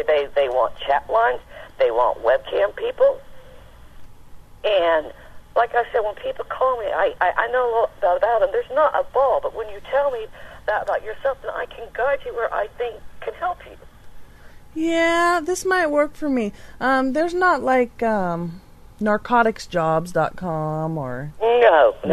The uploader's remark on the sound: Prank Phone Calls